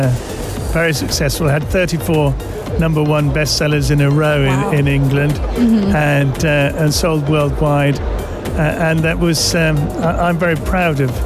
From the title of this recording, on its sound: Live from SIBF 2023